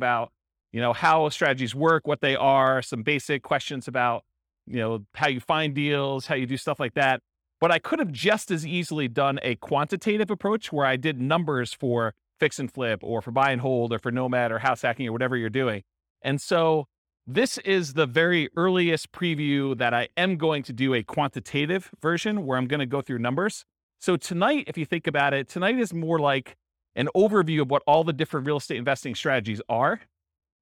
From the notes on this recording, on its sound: Real estate entrepreneurs in Beaverton, Oregon. This was a live class recorded.